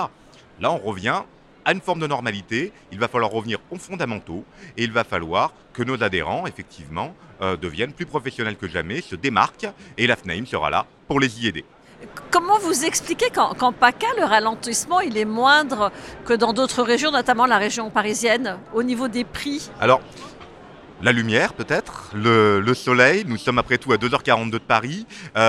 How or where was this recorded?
busy venue